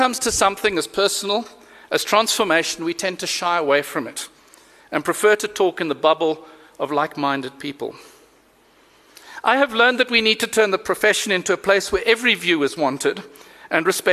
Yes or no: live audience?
yes